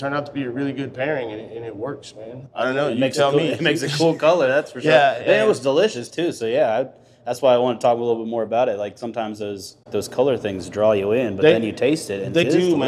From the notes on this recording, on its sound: grabbed a spot at the bar